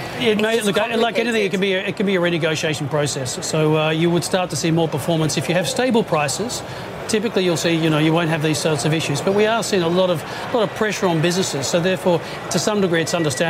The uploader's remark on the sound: live from the New York Stock Exchange.